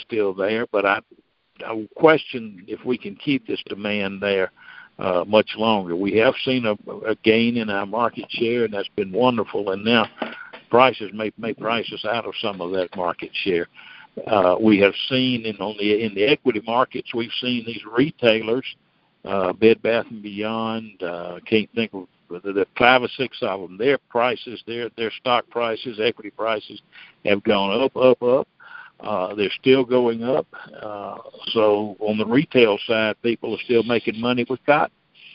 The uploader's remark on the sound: Monthly Conference Call